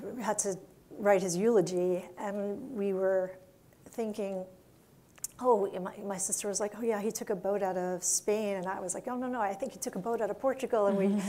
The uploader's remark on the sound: we go back to our in-person event